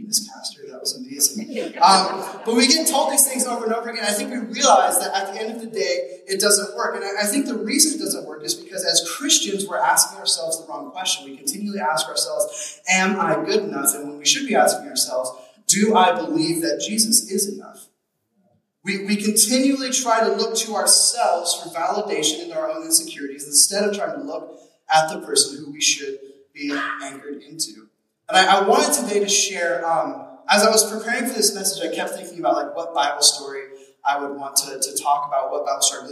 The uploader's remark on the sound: We apologize for the poor audio quality in this message as we were experiencing technical difficulties